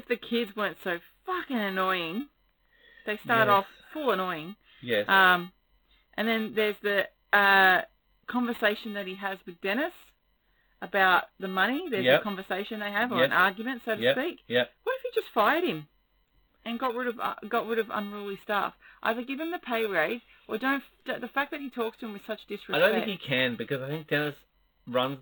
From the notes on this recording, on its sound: Sorry we had audio issues.